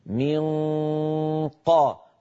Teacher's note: ننتقل من الميم إلى مخرج القاف مباشرة